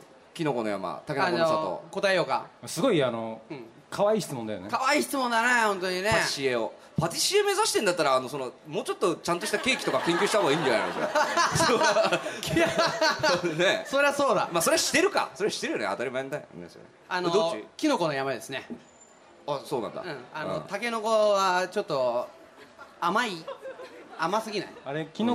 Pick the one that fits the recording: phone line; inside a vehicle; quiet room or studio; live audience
live audience